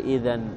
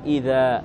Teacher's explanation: إذا أريد الوقف على إذن الجوابية أبدلت نونها في الوقف ألفا · Shown in: second take